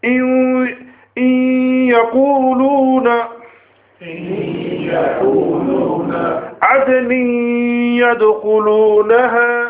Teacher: the noon is being merged into the ya, but not completely. · Term: Idgham-e-Naqis